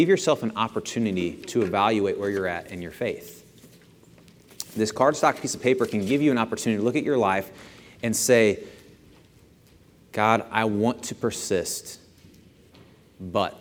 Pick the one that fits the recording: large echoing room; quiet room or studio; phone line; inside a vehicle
large echoing room